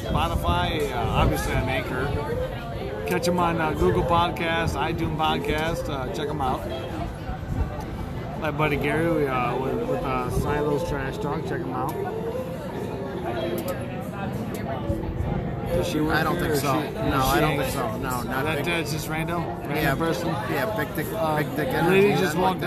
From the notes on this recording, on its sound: we're outside on the patio at The Thirsty Parrot.